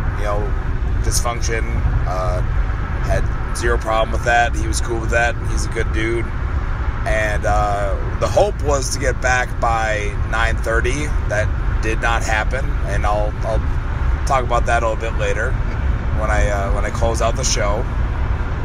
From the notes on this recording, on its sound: a journey across the Midwest in the car